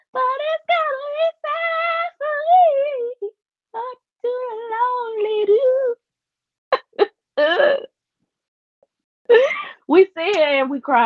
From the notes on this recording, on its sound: Not be the best because I had to use my headphones because my mic couldnt be connected, my apologies.